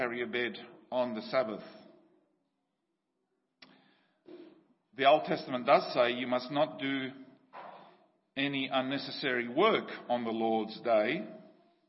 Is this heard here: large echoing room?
yes